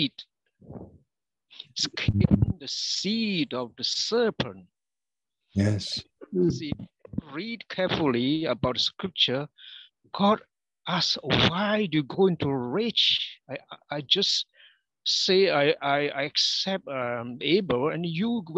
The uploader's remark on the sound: Our Fellowship - Malaysia Meets (Zoom).